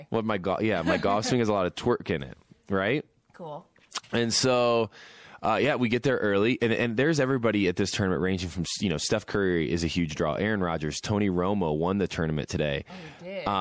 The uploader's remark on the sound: live from Lake Tahoe, from the American Century Championship golf tournament